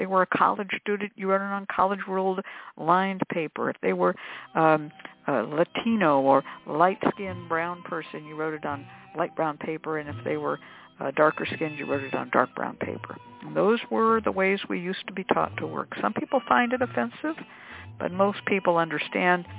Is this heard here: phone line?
yes